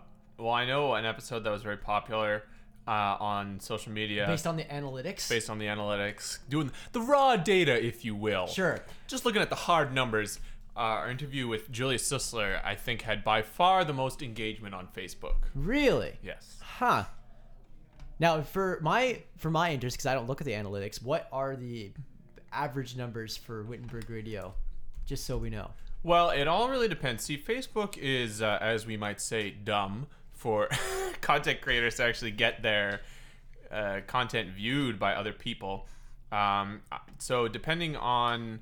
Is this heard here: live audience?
no